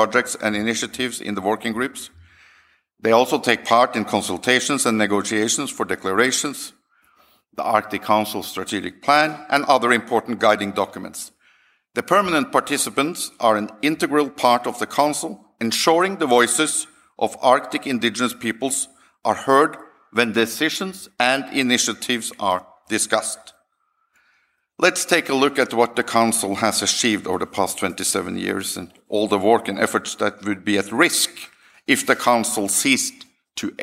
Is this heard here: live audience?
yes